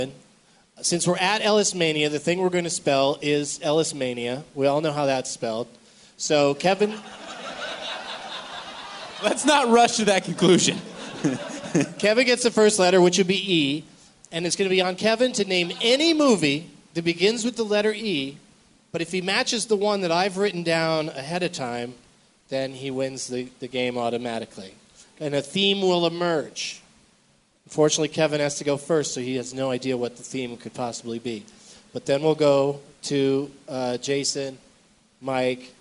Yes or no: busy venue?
yes